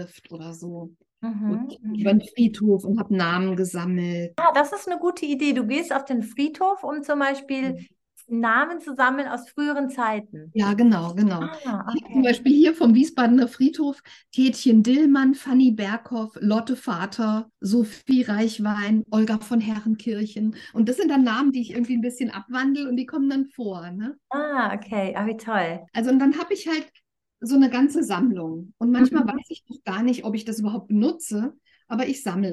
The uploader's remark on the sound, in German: Der Ton ist manchmal etwas wackelig, weil dieses Gespräch im Zoom-Meeting statt gefunden hat. Es ist aber immer alles gut zu verstehen.